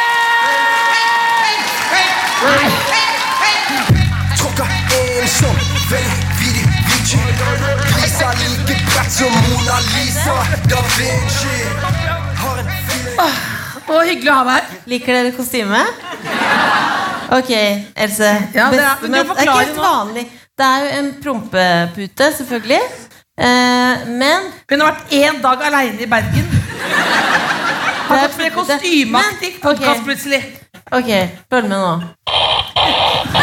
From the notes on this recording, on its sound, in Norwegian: Live fra Bergen med prompeputekostyme og gjester!